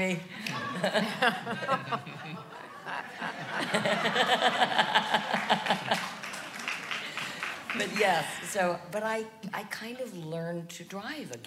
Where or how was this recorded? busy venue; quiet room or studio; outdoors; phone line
busy venue